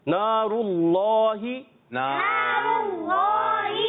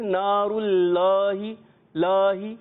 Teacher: اللہ کے لام کو پر کرنا ہے یعنی موٹا کر کے پڑھنا ہے · Shown in: first take